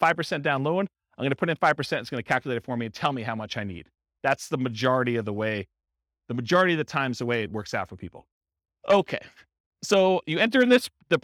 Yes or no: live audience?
yes